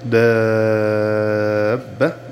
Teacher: نمد بمقدار ست حركات لزوما على الألف الساكنة المفتوح ما قبلها المشدد، المشدد ما بعدها، فنقرأ ونمد على الألف كالتالي: دابة، ويمد طبعا ست حركات وجوبا. · Term: المد اللازم الكلمي المثقل